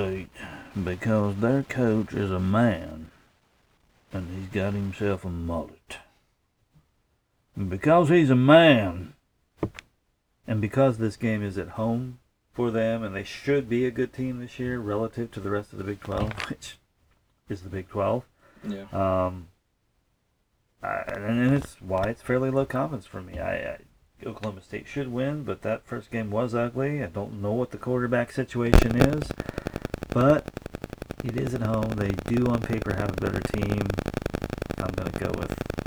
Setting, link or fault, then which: fault, poor sound quality